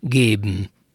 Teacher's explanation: a tényleges beszédről beszélünk, amelyikben ugye BM-re végződik, és az M viseli a szótagot.